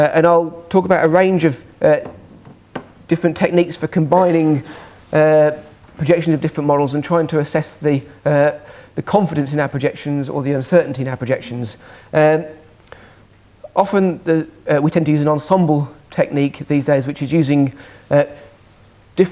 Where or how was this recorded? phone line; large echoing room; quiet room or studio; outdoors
large echoing room